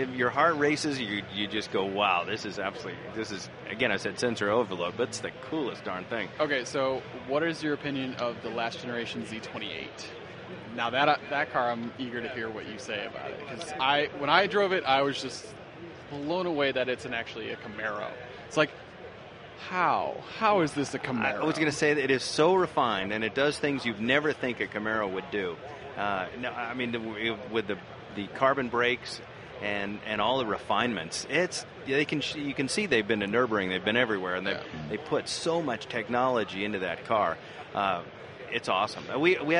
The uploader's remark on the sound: Once again live from SEMA.